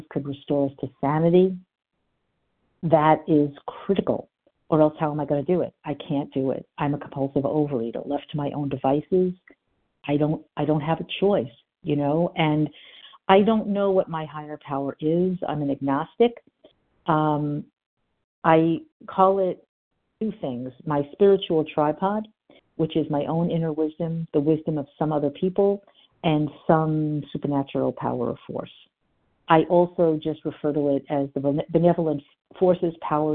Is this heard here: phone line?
yes